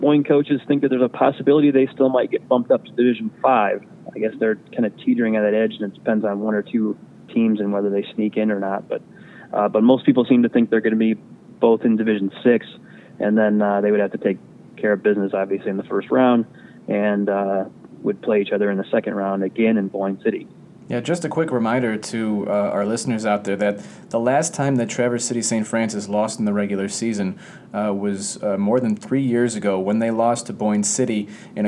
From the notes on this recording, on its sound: Are in studio for this episode. Joins them on the phone on his way back from Boyne City.